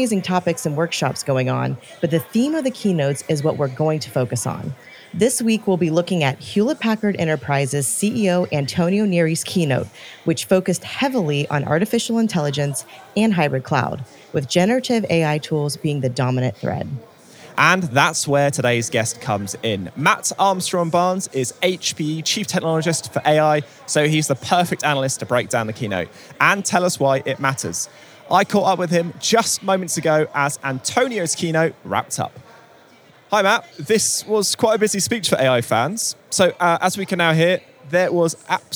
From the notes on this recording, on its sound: We’re coming to you very nearly live from the floor of Hewlett Packard Enterprise's Discover event in Barcelona.